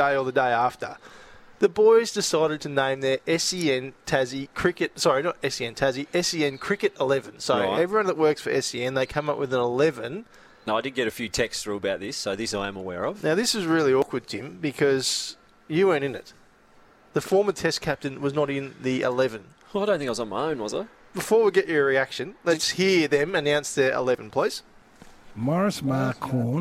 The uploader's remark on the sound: LIVE from Chemist Warehouse.